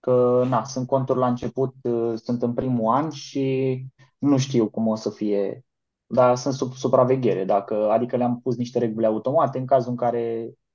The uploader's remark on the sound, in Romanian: Conferinta Zoom Saptamanala EcomSchool